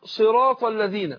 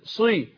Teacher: طيب لكن هذه الحروف الأربعة لا تتأثر بالكسر، يعني ما أقول صراط الذين، صي الصاد مكسورة لكن لم تتأثر بالكسر، وإلا لو اديتها يعني قللت من استعلائها هتبقى سين، فلا تتأثر حروف الإطباق بالكسر.